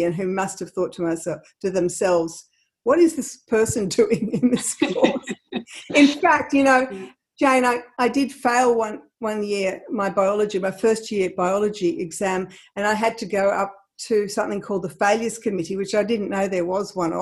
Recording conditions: video call